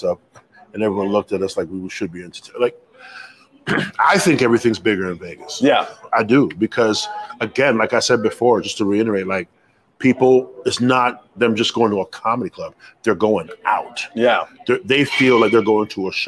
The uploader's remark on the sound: Live from The Comedy Cellar in Las Vegas